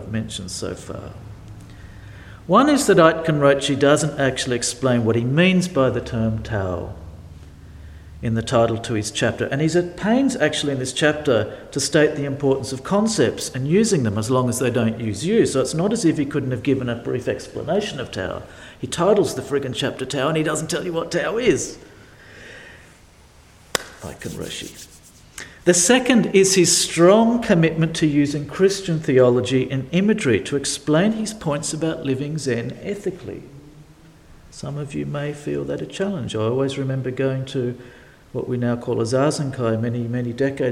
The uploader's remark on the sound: delivered at St Paul's in Beaconsfield